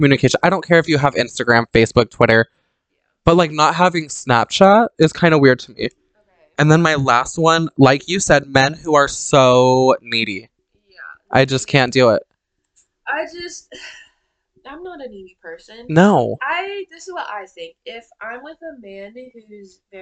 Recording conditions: poor microphone